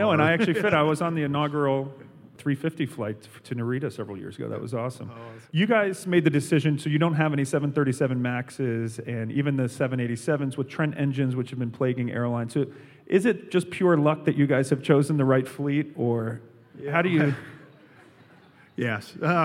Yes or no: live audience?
yes